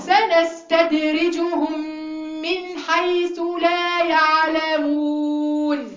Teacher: السين اديها وقت زيادة شوية عشان تطلع معاكي مظبوطة